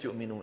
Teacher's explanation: الهمزة مظهرة عند الميم في كلمة يؤمنون، ليه؟ لأن الهمزة من أقصى الحلق والميم من فين؟ من الشفتين